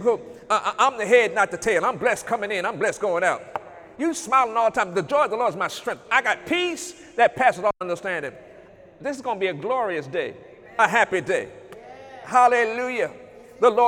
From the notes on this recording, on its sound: During Sunday morning service on July 21, 2019